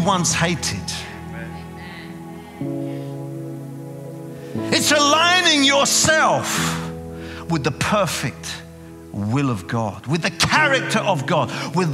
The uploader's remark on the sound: preaching at a CCF Ministries in Lowell